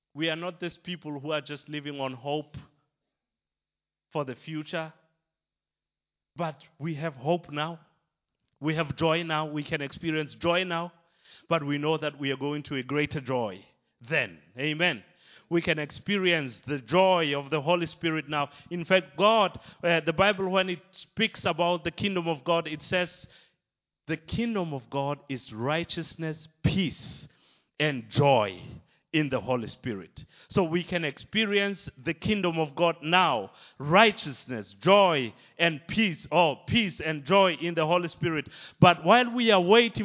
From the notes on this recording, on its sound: Recorded live at Liberty Church on 15th December 2019